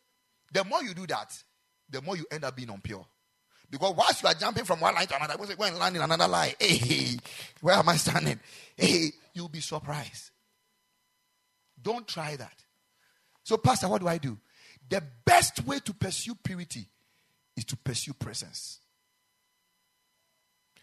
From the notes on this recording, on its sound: Preached at the Ekklesia Campus